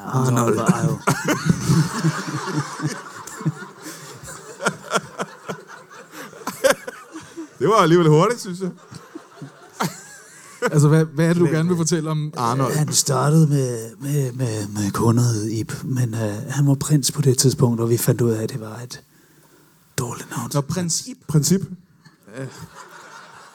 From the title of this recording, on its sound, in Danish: LIVE fra Comedy Zoo I Aarhus